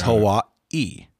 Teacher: the little apostrophe thing like we see in Hawaii is called an okina, and it is a guttural stop